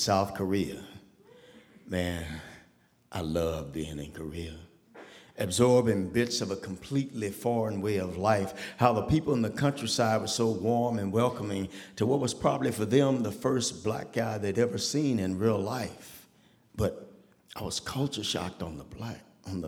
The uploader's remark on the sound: A special live edition of The Moth, brought to you from the Victoria Theater in Dayton, Ohio.